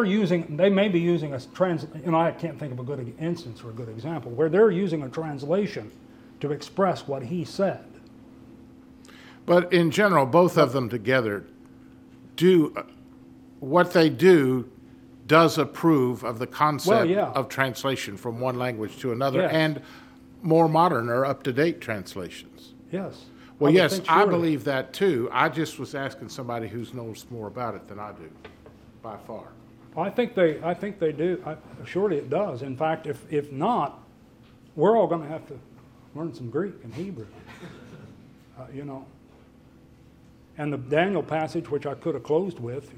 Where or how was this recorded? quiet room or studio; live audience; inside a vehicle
live audience